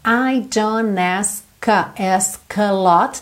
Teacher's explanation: Juntou pelo N. Não falou o T, muito comum.